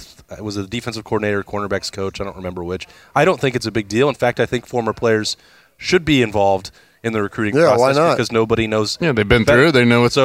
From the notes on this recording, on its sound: Another edition of Lettermen Live at Roosters. As always, Lettermen Live is hosted by Roosters on Olentangy River Road in Columbus.